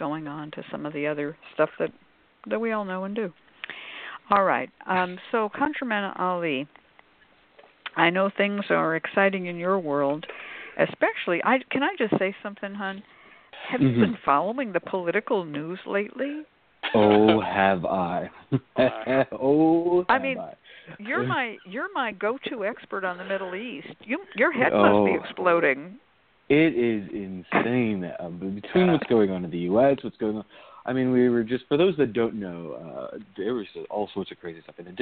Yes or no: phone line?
yes